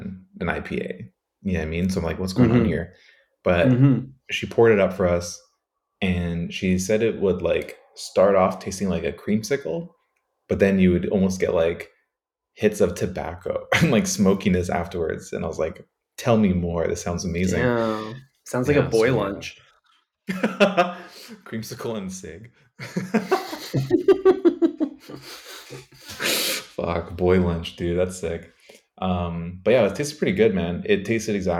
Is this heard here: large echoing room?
no